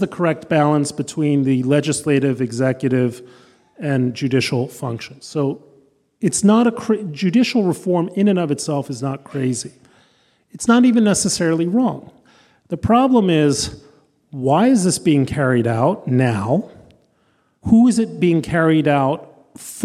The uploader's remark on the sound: a recording of the live conversation